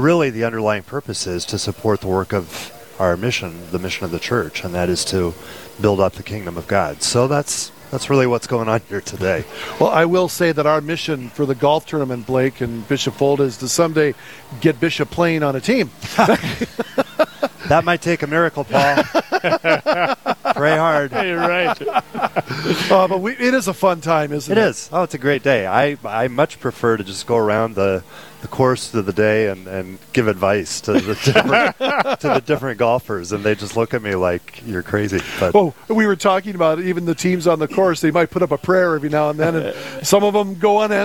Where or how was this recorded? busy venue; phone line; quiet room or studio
busy venue